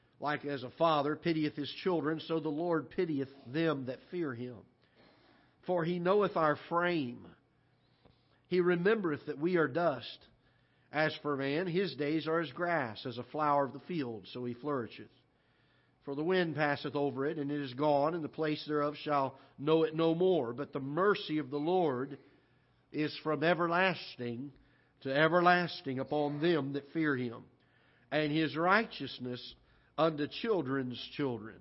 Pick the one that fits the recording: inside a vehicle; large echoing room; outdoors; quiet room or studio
large echoing room